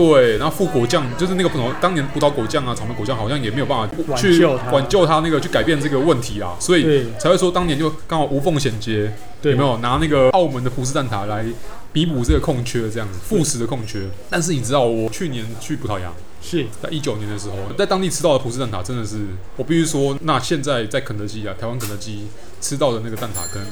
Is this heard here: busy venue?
yes